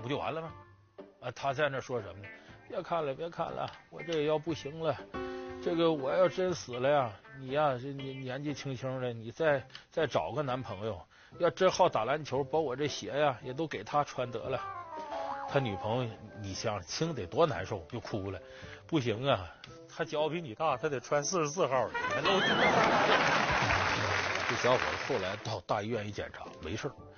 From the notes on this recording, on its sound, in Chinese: 還有聽故事的觀眾